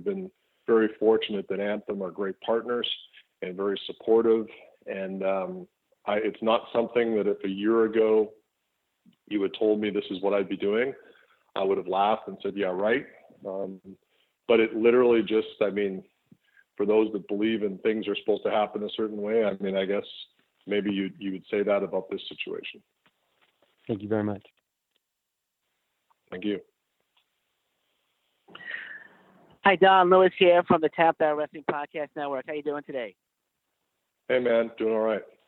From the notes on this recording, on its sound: This is the full audio from the May 16, 2018 Impact Media Call